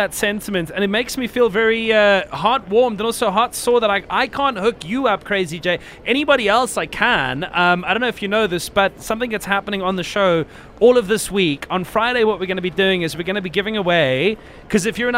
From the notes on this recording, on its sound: Live and direct from an undisclosed airport